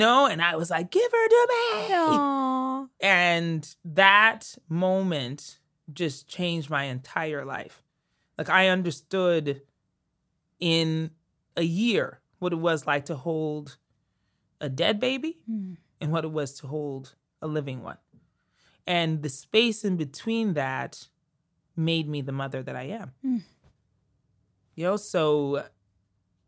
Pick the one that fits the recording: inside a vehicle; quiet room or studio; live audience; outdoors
quiet room or studio